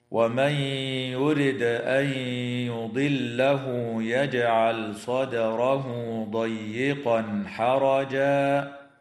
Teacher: تدغم النون الساكنة في الياء مع الغنة